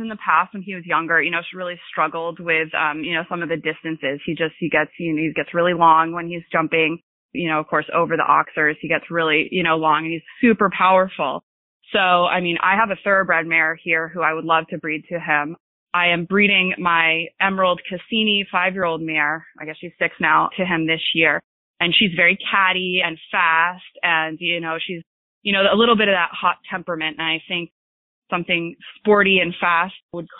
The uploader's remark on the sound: Access to the testing location at Hilltop Farm were restricted due to COVID. Interviewed stallion owners by phone.